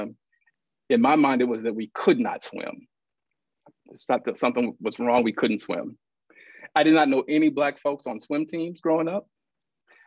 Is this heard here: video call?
yes